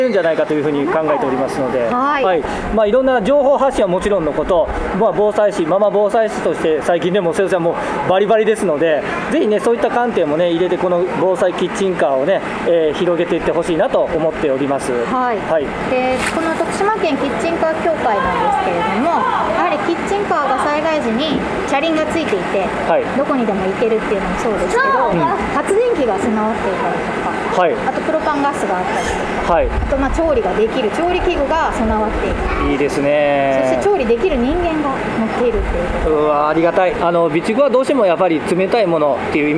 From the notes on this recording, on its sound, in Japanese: 久々の屋外収録です！！小松島市・あいさい広場で開催「防災キッチンカーマルシェ」の様子をお届けします。